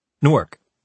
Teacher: He pronounced the city name very fast and with no accented syllables.